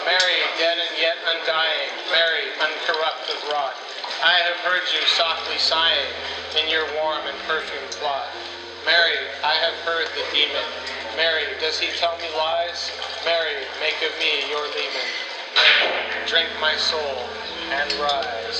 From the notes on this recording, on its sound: at Sam's Billiards in Portland, Oregon, USA